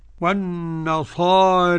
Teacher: حمزة والكسائي والمشار إليه بالحاء وهو الإمام أبو عمرو قرأ بإمالة الألف المنقلب عن ياء بعد الراء · Term: الإمالة